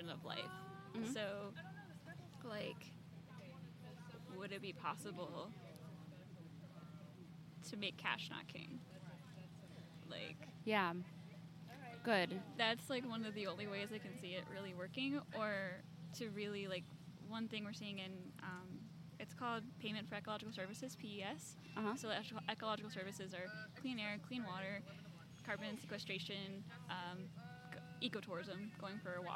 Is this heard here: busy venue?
yes